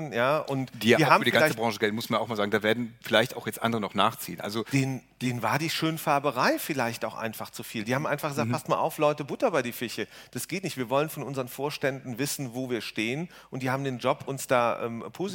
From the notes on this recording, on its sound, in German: senden live von der VISION.A-Bühne in Berlin